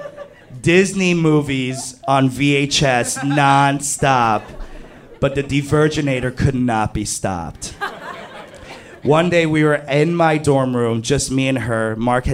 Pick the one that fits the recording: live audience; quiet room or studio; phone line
live audience